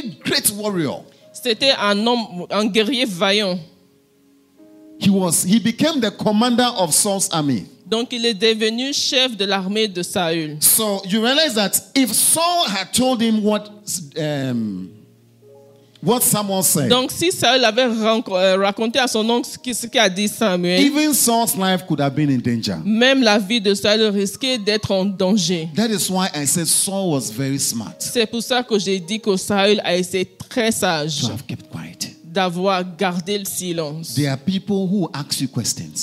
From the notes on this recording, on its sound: Preached during Joyful Hour Sunday Service at FCI Ministries, Rabat, Morocco.